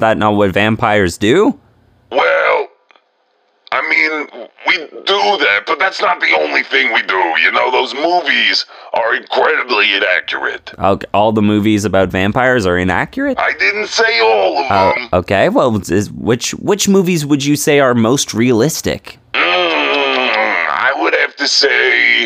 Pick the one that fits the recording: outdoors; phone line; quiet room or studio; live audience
phone line